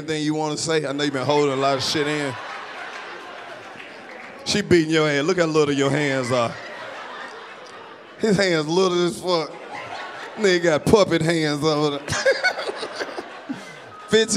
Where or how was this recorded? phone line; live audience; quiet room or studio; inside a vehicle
live audience